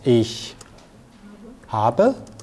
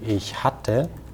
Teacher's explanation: So basically the B changes to a double T. So the long A in habe turns to a short A in hatte.